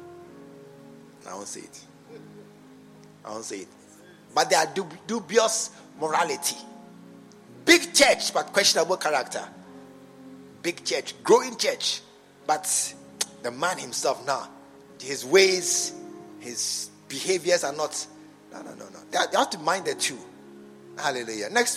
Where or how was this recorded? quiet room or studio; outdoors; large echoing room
large echoing room